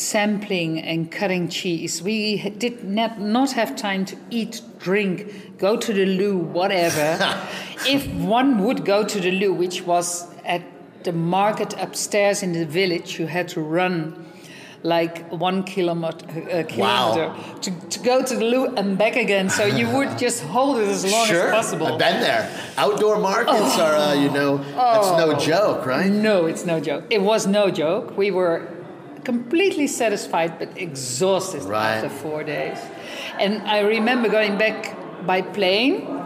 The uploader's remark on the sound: reports live from Bra Cheese.